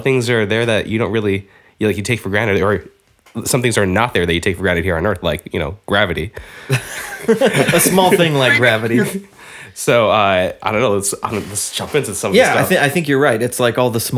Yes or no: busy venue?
no